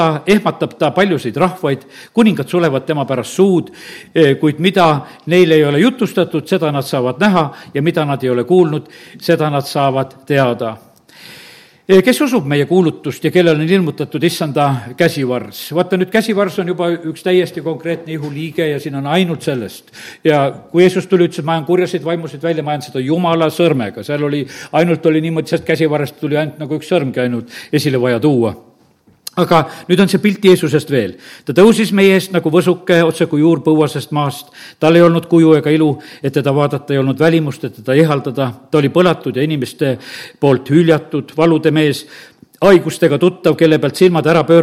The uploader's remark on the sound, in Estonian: Audio salvestus koosolekult